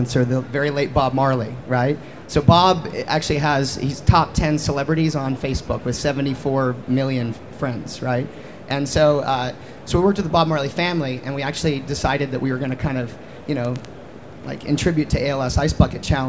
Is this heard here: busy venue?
yes